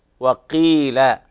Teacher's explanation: القاف، انتبه أقل مرتبة في التفخيم، لا تفخمهاش